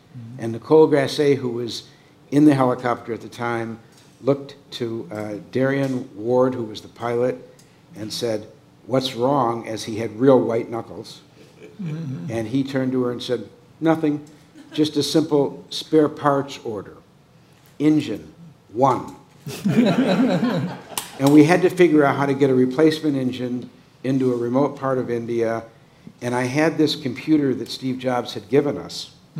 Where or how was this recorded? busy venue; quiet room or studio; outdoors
busy venue